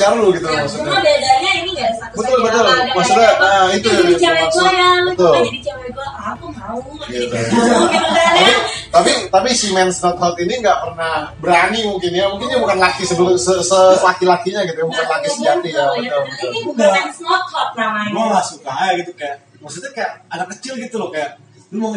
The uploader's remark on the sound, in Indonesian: Sebelumnya kami minta maaf atas kebisingan yg ada di balik suara kami.